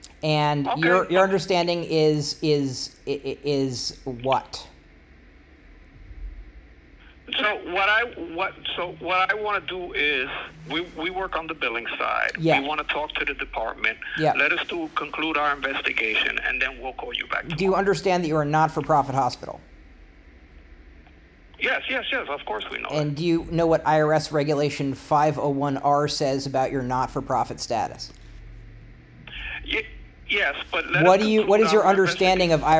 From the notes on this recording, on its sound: They were not prepared for this particular phone call, it is recorded and made a podcast above.